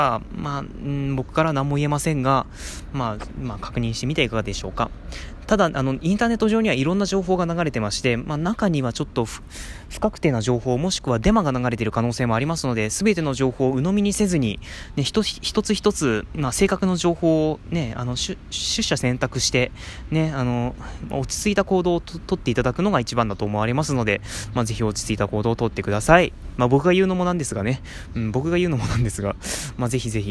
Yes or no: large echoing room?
no